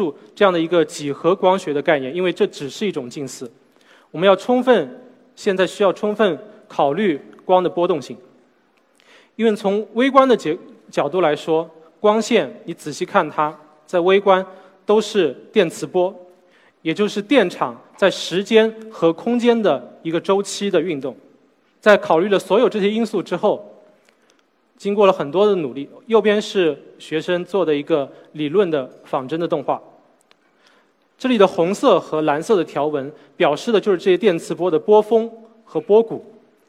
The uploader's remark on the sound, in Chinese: SELF格致论道讲坛。在 SELF 讲坛的舞台上。